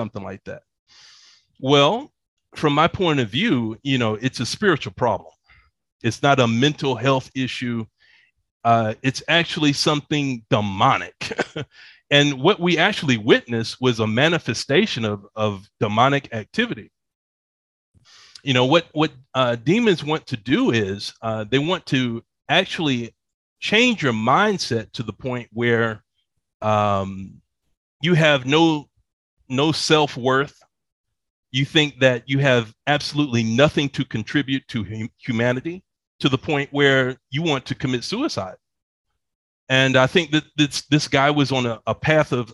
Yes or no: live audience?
no